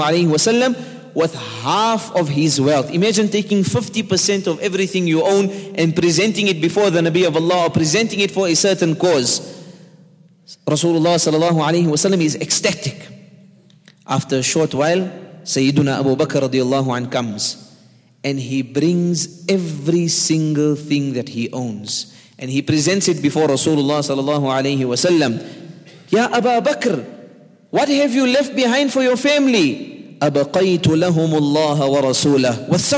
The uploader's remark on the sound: at the Houghton Masjid (West Street)